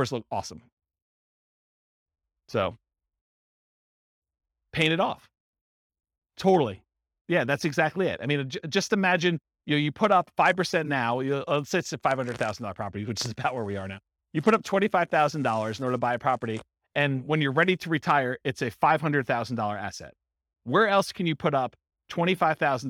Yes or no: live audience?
yes